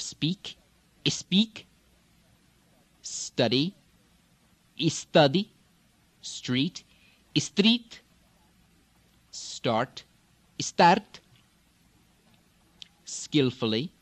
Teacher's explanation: In the Farsi, many words beginning with S, especially SP, ST, SK, like in Spanish, will take the E